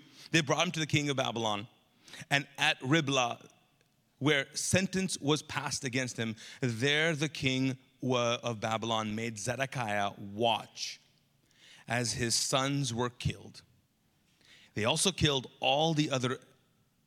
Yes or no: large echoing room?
yes